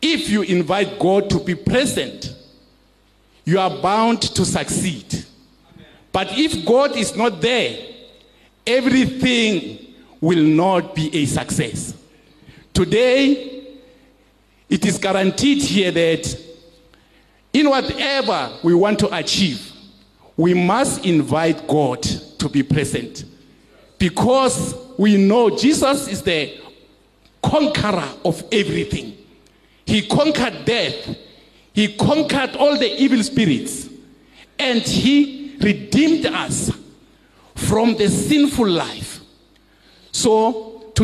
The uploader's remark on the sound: Listen to the audio recording of this revival service that we conducted at the Baviaanspoort Maximum Correctional Centre a few years ago.